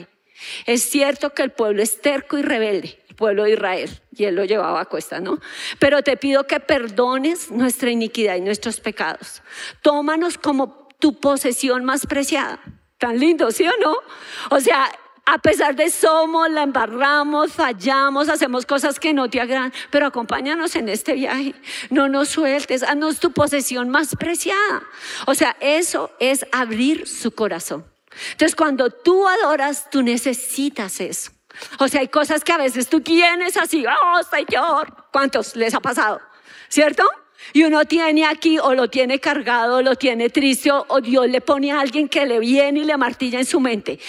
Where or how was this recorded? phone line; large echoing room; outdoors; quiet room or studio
large echoing room